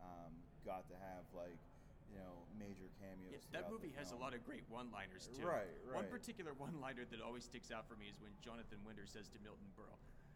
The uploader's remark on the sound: Live From Grossfest